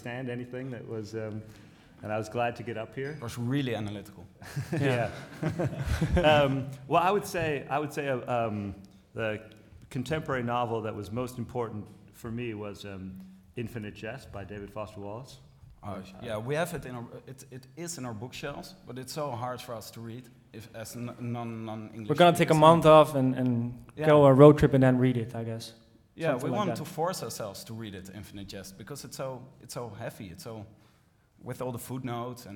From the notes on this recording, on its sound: Literaturfest Live IV